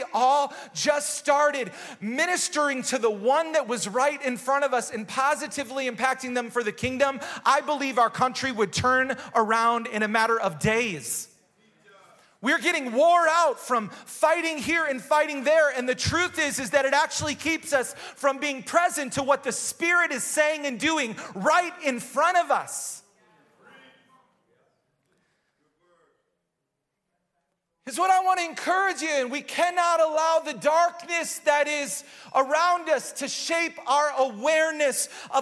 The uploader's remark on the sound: Recorded live at Hope Church in Springfield, Mo.